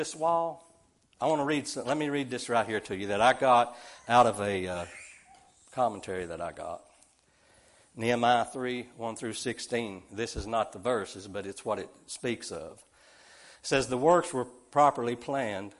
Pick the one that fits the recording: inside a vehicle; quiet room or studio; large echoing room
large echoing room